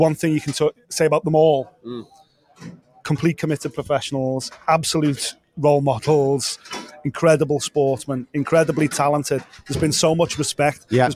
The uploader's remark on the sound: Listen back to the LIVE stream we did from the official weigh-ins for UFC 295 in New York.